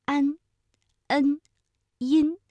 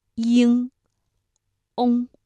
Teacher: 比如鹰，哎，这个嘴巴明显是稍微大一些的。嗡，嘴唇始终是拢圆的，而发音特点呢，前鼻音安、恩、音，声音比较的清亮，而后鼻音呢，鼻腔共鸣更强，声音更加的浑厚